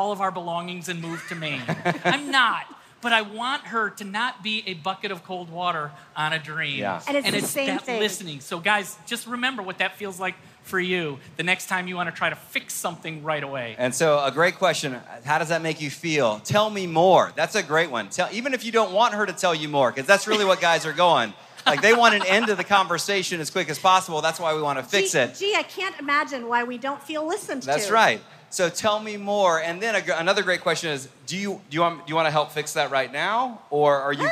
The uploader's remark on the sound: Gathered from a live audience at FamilyLife's Love Like You Mean It cruise.